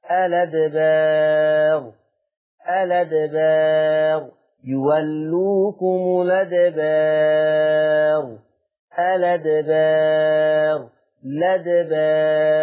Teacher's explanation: الأدبار أيضا فيه النقل فتصبح اللام مفتوحة فتقرأ الأدبار